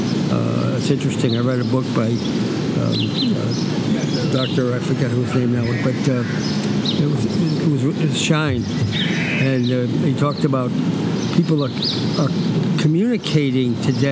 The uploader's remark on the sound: recording this interview outside with lots of surrounding noise